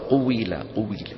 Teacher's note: الواو فيها ضم شفتين والكسرة فيها خفض الفك. إما تقيلة ثقيلة في النطق. · Term: واو مكسورة